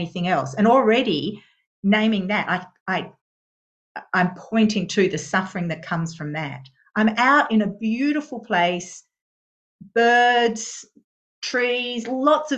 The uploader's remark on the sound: Due to an international audience, these weekly Tuesday night teachings are happening via Zoom from Bodhinyana Monastery.